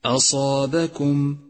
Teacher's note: انتقل من ترقيق الهمزة إلى تفخيم الصاد والألف في كلمة أصابكم، أصابكم، وإياك من الخلط بين الصفات.